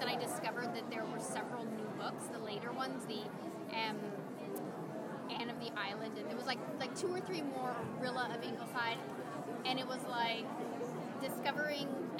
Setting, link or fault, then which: setting, busy venue